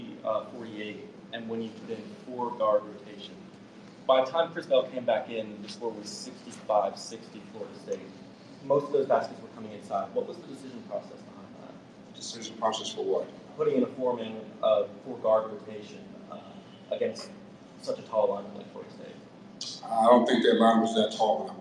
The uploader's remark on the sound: Postgame press conference. In the locker room.